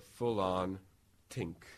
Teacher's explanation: there's also a pretty complex stopping of THs in Irish English, in Hiberno English